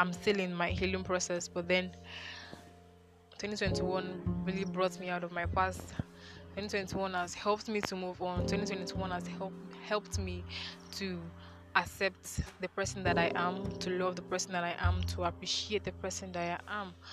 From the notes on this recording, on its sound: I recorded this episode outdoors at night, so I'm sorry for all the crickets and other background noise.